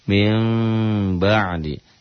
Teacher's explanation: dibacanya mim bunyi m tapi samar, tetap bibirnya enggak nutup rapat. Mim ba'di. Jadi ada unsur iklab ini ada unsur m-nya dan ada unsur ng-nya samar.